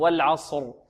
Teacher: تصير الراء ساكنة وقبلها ساكن وقبل الساكن مفتوح، فيكون حكم الراء ماذا؟ التفخيم